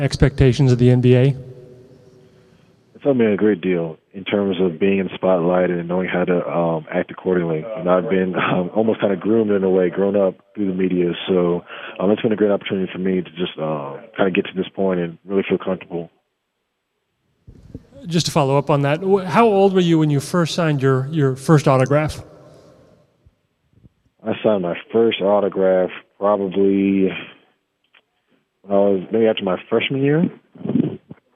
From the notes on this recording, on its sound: Post Draft Conference Call